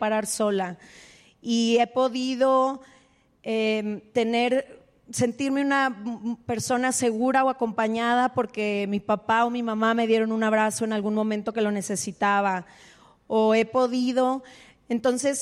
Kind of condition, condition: setting, live audience